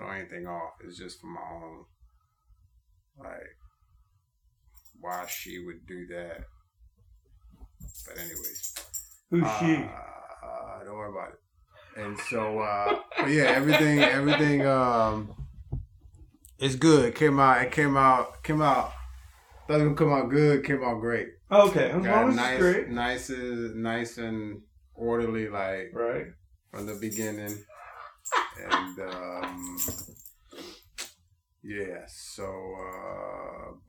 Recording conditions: poor sound quality